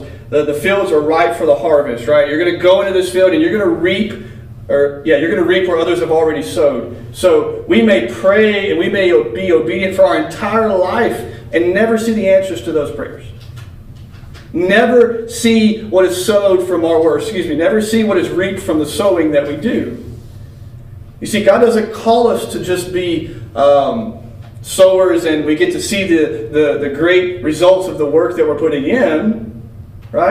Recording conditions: large echoing room